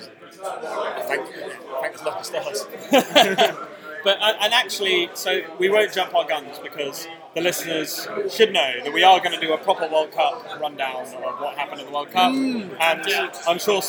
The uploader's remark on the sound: Knockout draw LIVE on air. Very drunken analysis of the DBL knockout draw from the pub.